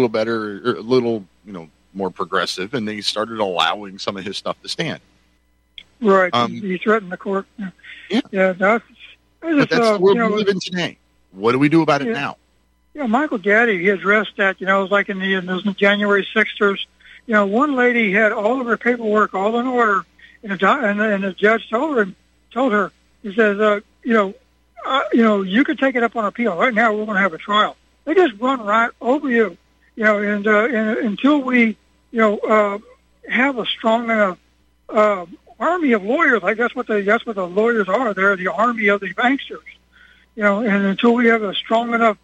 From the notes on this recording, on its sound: Your phone calls